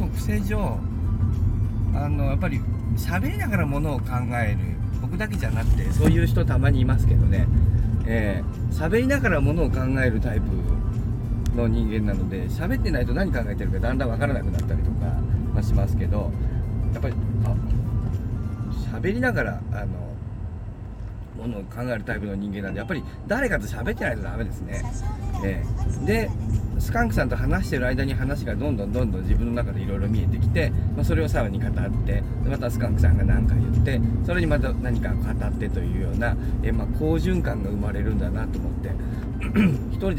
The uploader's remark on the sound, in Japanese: 今日はバックヤードじゃなくて車の中